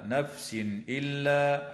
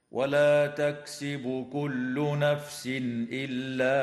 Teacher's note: التنوين في قوله تعالى نفس إلا، حكمه الإظهار الحلقي